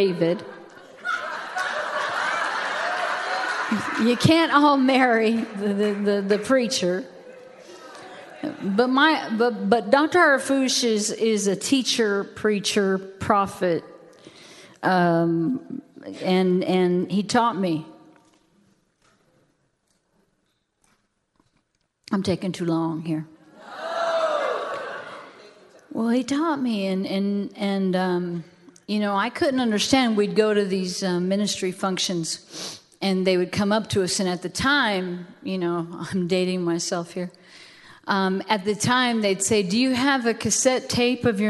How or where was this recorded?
large echoing room